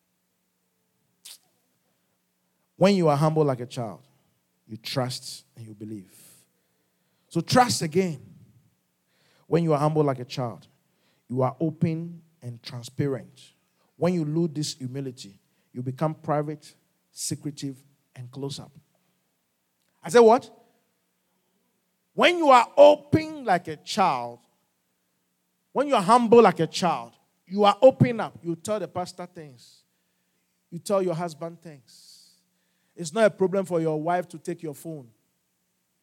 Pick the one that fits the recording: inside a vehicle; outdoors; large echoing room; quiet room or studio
large echoing room